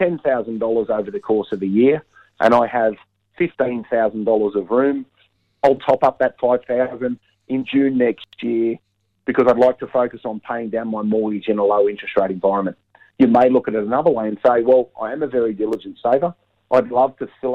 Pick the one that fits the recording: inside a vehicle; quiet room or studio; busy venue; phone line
phone line